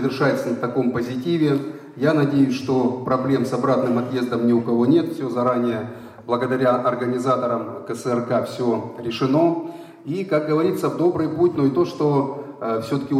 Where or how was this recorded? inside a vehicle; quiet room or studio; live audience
live audience